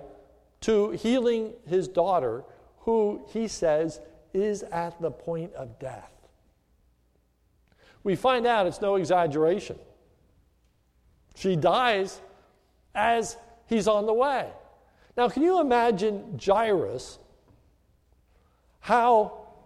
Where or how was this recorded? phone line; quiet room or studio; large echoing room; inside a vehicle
large echoing room